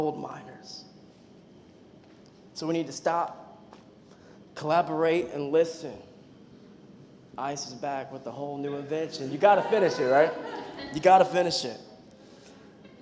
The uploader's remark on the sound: preached this message on July 9th at our Union Square community.